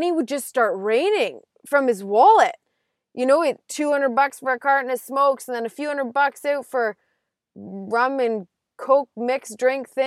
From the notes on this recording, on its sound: Another day, another drive, another roadside recording!